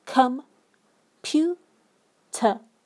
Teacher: Pew has the main stress